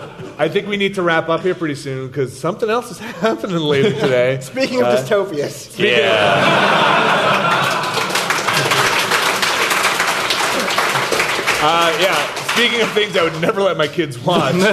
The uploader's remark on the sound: We're live at PAX Prime 2015